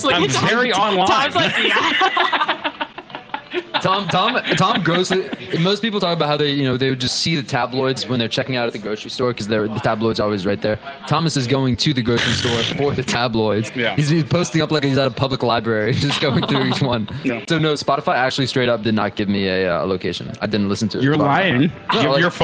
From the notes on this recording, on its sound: Live from Pubkey.